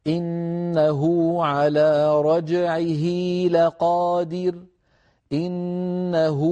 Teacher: هل رأيتم كيف أنا أشبعت ضمة الهاء حتى تولد منها واو؟ لكن لو فتحنا المصحف الآن لا نجد واوا موصولة بالهاء، لا يستعملونها في الوصل والوقف، فقط في الوصل. · Term: هاء الضمير